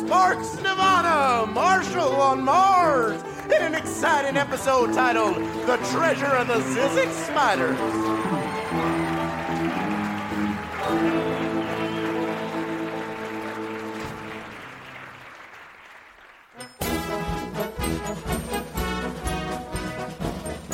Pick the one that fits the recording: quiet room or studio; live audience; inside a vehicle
live audience